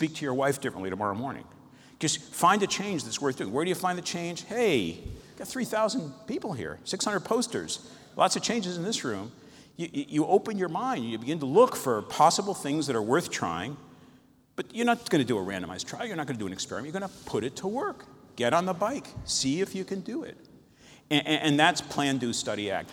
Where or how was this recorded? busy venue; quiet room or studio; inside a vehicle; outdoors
busy venue